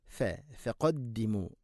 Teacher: ഫ എന്ന അക്ഷരത്തിൻ്റെ ഒരു മഖ്റജ് താഴെ ചുണ്ടിൻ്റെ പള്ള ഭാഗമാണ്, അതുകൊണ്ട് ഫ, ഫഖദ്ദിമു, അതാണ് ഒരു കൃത്യമായ ശൈലി.